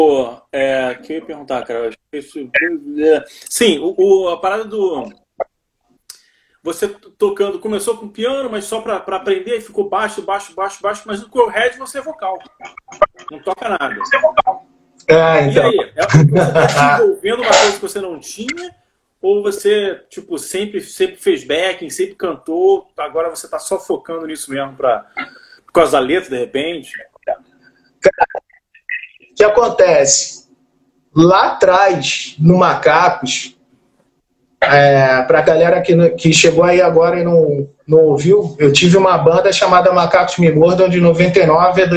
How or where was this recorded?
video call